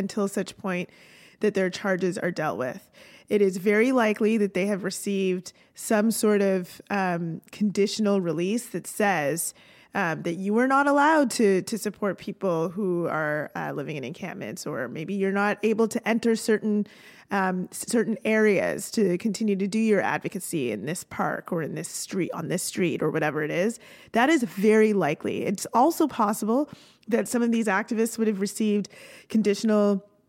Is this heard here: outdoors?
no